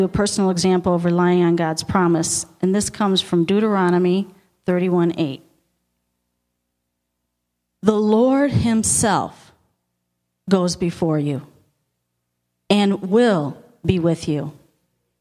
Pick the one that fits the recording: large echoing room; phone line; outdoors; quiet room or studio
large echoing room